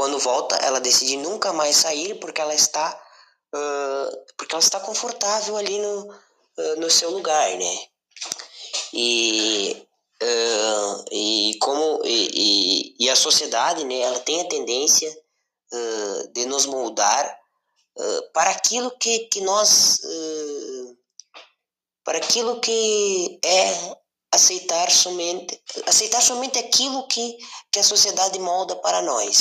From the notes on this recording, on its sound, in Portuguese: O áudio ficou um pouquinho ruim mas da para ouvir de boa.